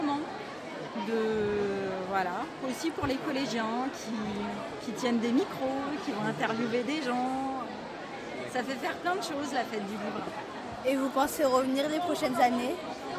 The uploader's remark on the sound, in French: Retrouvez l'émission enregistrée au coeur de l'édition 2019 de la fête du livre de jeunesse de Villeurbanne.